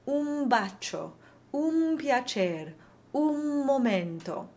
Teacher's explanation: An N before a B, P, or another M will become a phonetic M.